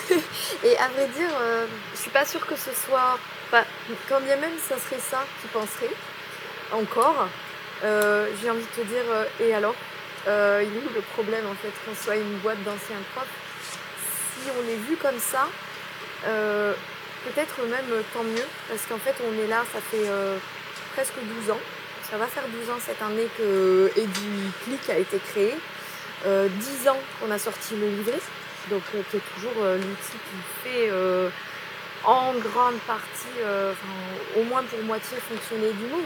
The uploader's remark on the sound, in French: Petit avertissement : cet épisode revient de loin avec des soucis techniques qui ont altéré la qualité du son et ce malgré les interventions des membres de l’équipe d’E-teachers.